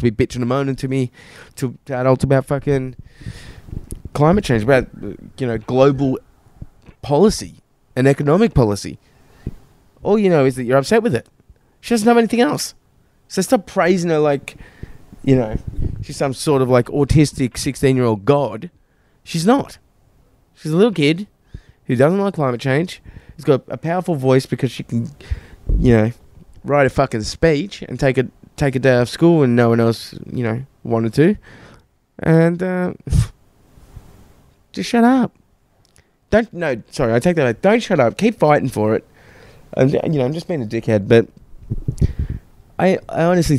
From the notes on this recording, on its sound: Recorded outside in the sun shirtless, I get attacked by a wasp mid-pod.